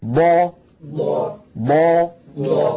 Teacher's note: المخرج الرابع من حافة اللسان، مخرج حرف الضاد